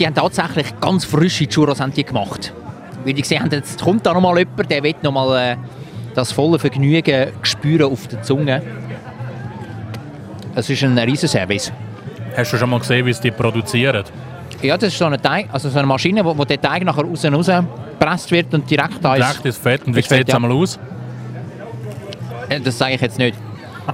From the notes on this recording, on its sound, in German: LIVE vom Wienachtsmärt. Es riecht nach geschmolzenem Käse und Glühwein, überall blinkt und glitzert es und in der Luft ist das Summen unzähliger Stimmen zu hören. Besuchen den Weihnachtsmarkt auf dem Zürcher Sechseläutenplatz. LIVE vom Weihnachtsmarkt im Herzen Zürichs.